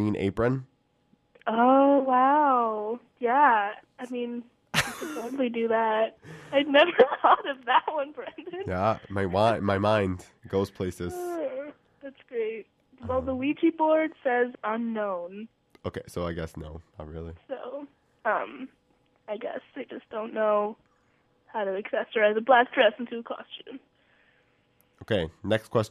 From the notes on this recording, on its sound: called in sick live from her bedroom